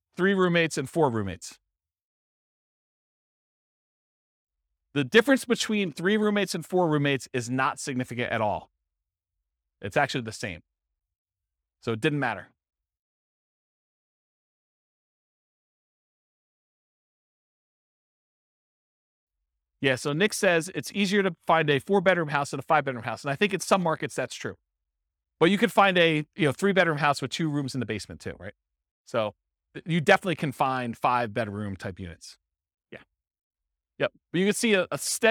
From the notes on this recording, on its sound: This was a live class recorded